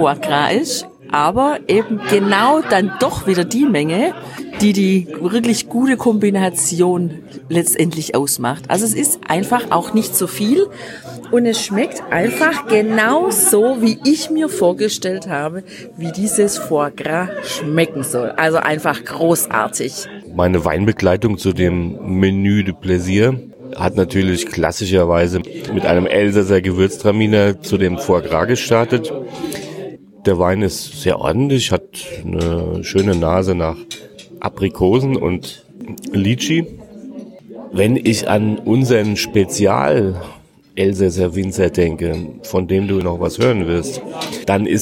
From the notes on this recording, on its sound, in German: Live beim Abendessen. Du hörst, wie es uns an der südlichen elsässischen Weinstraße gefällt.